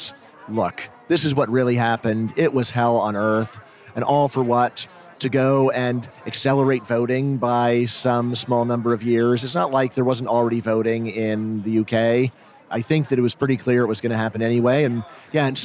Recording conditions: busy venue